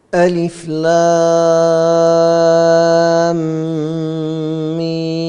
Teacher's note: لام نهايتها ميم ساكنة مع ميم متحركة، إدغام شفوي